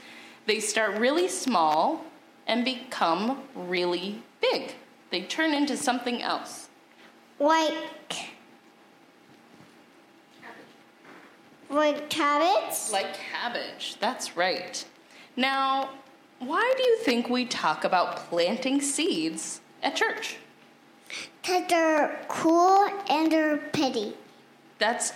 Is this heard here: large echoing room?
yes